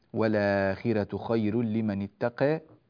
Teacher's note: الراء هنا مرققة في كلمة الآخرة، والراء في خير كذلك مرققة